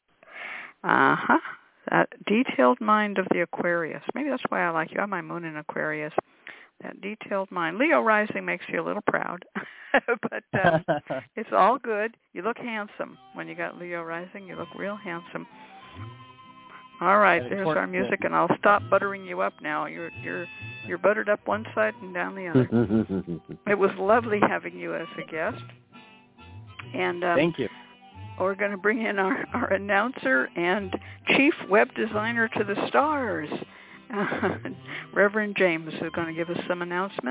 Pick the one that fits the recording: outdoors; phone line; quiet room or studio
phone line